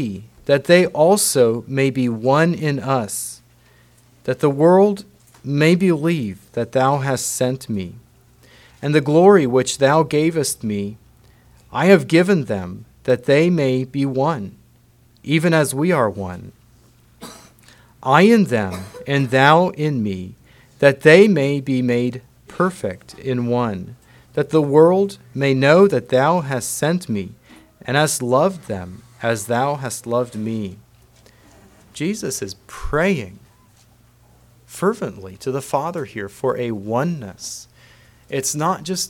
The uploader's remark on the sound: Message preached at Word of Hope on Sunday February 11, 2024